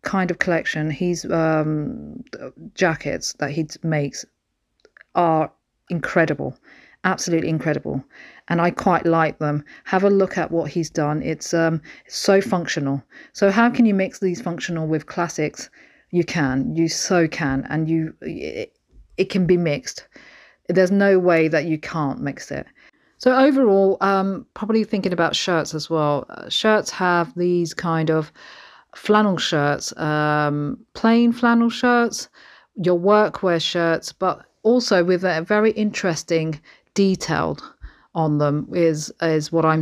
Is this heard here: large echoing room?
no